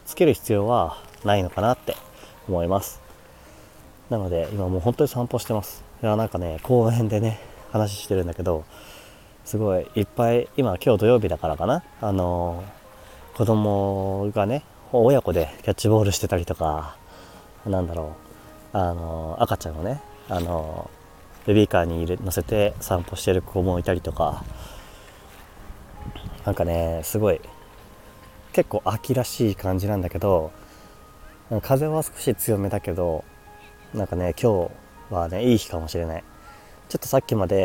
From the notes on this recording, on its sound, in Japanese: 屋外収録 #公園